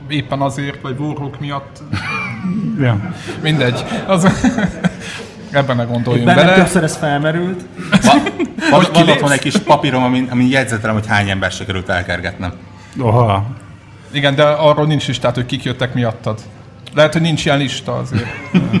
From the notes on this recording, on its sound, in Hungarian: Felvételét élõ közönség elõtt rögzítettük, elképesztõen jó hangulatú party volt. A Konnektor 500 helyszíne a FLOW kávézó volt.